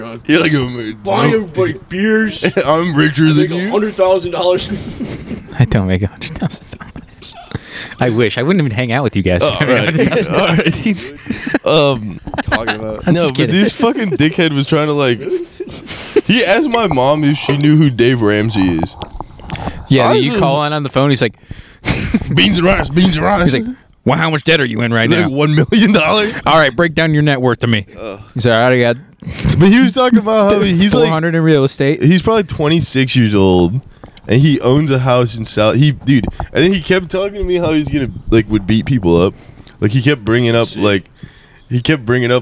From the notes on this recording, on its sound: Another outside pod with a lot of nonsense silly talk.